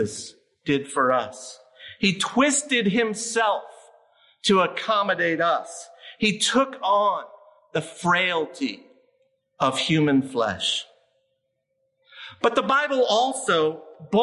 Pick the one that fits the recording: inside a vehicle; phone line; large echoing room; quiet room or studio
large echoing room